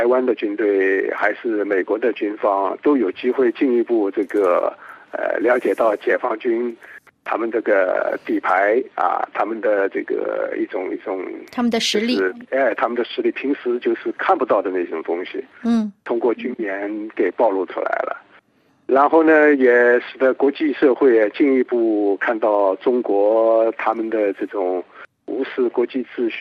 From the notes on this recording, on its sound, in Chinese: 本台连线采访了旅居美国的华裔学者